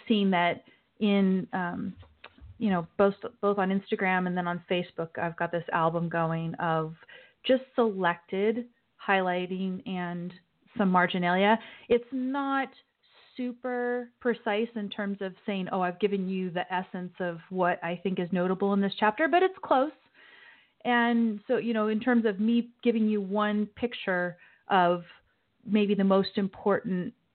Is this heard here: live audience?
no